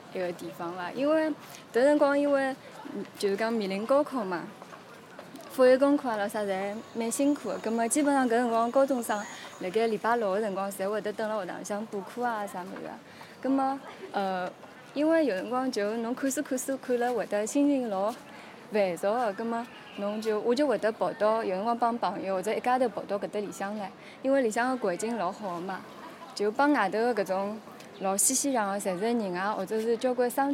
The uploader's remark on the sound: This track was recorded in the Wenmiao area of Shanghai. The stories are recorded in the location where they occurred not only to help the storytellers recall their memories, but also to provide a complementary backdrop for their not so distant past.